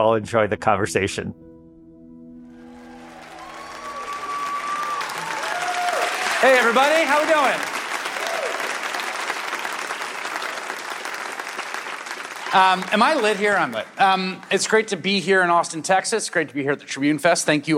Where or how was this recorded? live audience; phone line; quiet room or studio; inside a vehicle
live audience